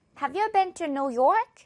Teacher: York 부분에 조금 더 강세 넣는 겁니다